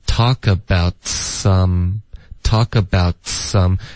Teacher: 这个 ts 的音直接连到 some